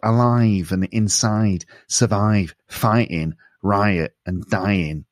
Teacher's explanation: the I sound, the I in words like alive, inside, survive, fighting, riot, and dying, sounds more nasal.